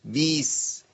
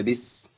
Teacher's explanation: اول خطا توليد ياء من كسره الباء · Shown in: first take